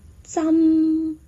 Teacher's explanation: 他的发音犯了一个大错，他把真发成了闭唇音